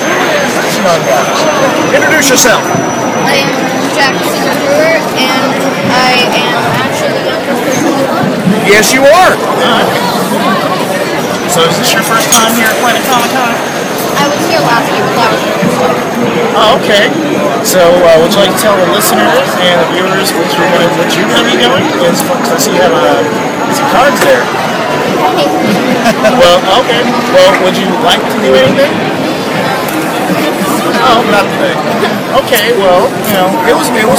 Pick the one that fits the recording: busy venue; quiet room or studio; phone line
busy venue